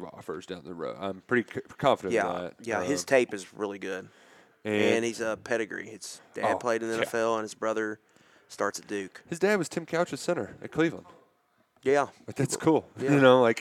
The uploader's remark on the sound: Live from the NFL Combine in Indianapolis